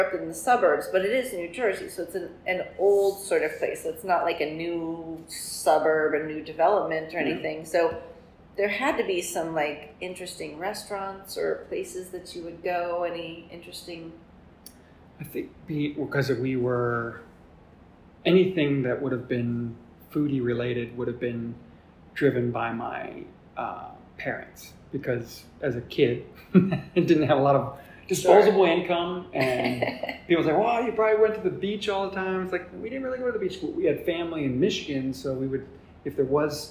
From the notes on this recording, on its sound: This episode was recorded at Trace in their Cool Ship Room and there is a little echo.